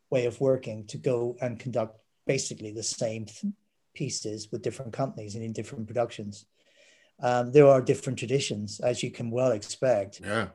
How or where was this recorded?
video call